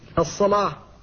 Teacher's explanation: فالألف هنا مفخمة لأنها بعد اللام المفخمة في رواية ورش